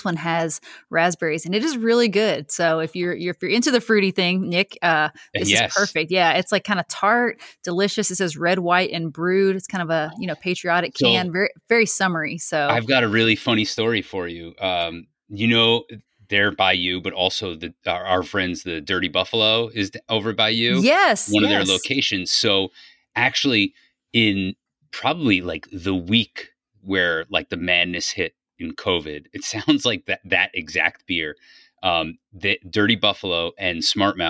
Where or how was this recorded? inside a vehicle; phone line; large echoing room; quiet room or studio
quiet room or studio